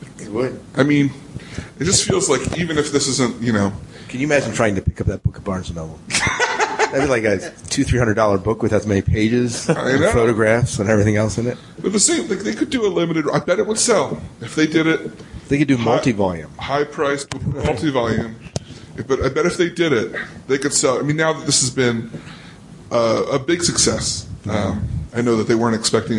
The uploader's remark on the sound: We had a chance to chat with an audience immediately following a screening of Jodorowsky's Dune.